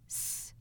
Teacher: El aire sigue fluyendo, pero hay fricción cuando se produce el sonido. En la producción de este sonido, las cuerdas vocales no vibran. Esto significa que el sonido s es sorda.